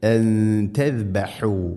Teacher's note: സാക്കിനായ നൂന് ശേഷം ത വന്നാൽ നൂനിനെ അവ്യക്തമാക്കി മണിക്കണം. · Term: ഇഖ്ഫാ ബിഗുന്ന